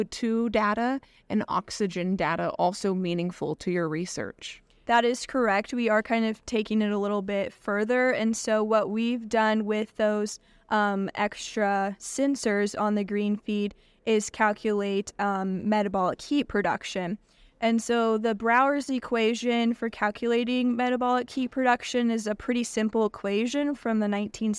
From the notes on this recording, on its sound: On location at the annual meeting of American Society of Animal Science in New Mexico.